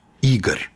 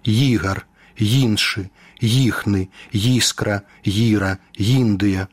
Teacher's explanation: перед галосным гукам «і», калі ён пад націскам, у нас развіваецца прыстаўны «й» альбо «йот» · Shown in: second take · Term: мяккі старт